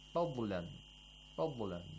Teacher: They quickly pronounce the ضاد and it sounds like قلقلة. That is wrong.